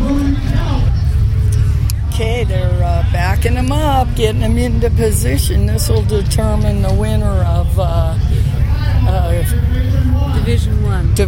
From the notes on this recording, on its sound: First aired Saturday, October 27, 2012 at 5 PM on WFHB. We go on-location at the Outhouse Races.